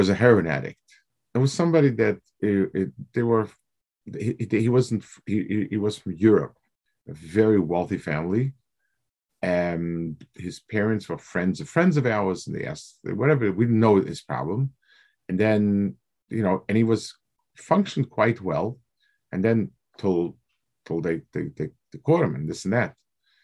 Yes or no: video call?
yes